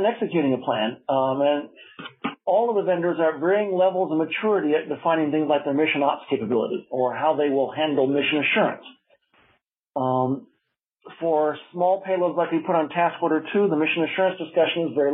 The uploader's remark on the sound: a guest at the weekly Future in Space Operations teleconference